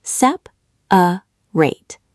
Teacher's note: "Always three. People want to say two because that middle one is so quiet, but it's there. Always three." She drew tiny, precise vertical lines through the word, dividing it visually. · Term: Three syllables